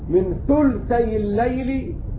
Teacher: هشام عن ابن عامر قرأ من ثلثي الليل بسكون اللام، وباقي القراء قرأوا بتحريكها من ثلثي الليل.